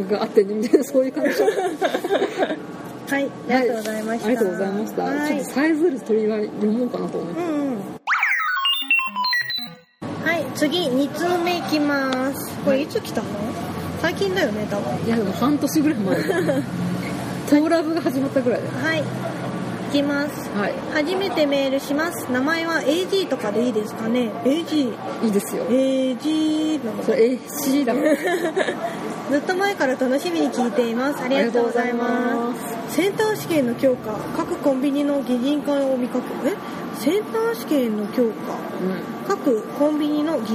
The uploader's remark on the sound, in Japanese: 今回も屋外収録ですので、大変お聞き苦しいかと思いますがご容赦下さい。